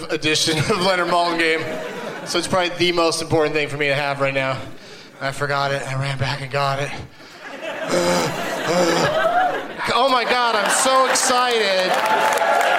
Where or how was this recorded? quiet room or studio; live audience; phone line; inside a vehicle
live audience